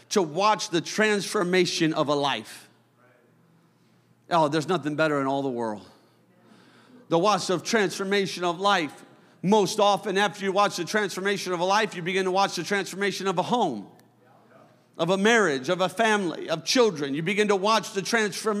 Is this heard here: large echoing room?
yes